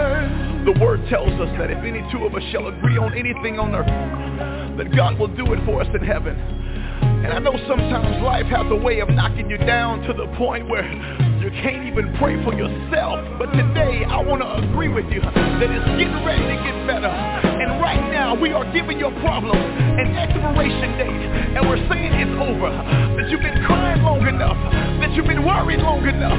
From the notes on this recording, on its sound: TNTSuperfantastic Conference Call.